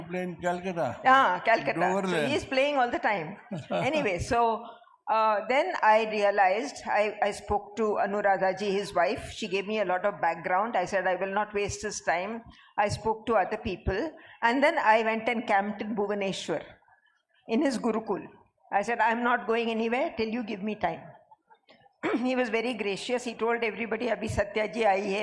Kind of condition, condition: setting, live audience